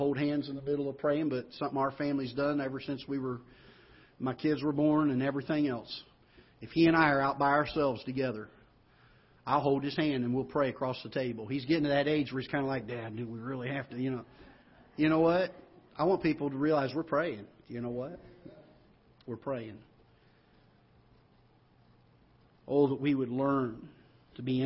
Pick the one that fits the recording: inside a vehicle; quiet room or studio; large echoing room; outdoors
large echoing room